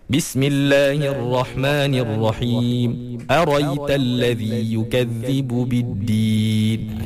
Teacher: Okey, dan yang terakhir yang keempat, bacaan Imam Al-Kisa'i, dia membuang hamzah tu. Hamzah yang lepas ra tu dia buang. · Term: hadaf